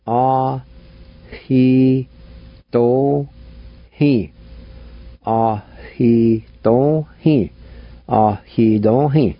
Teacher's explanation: right between the A and the H at the very beginning of this word will be a faint H sound